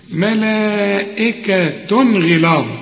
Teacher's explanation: الغين دي من حروف الإظهار، يبقى هنا ما فيش غنة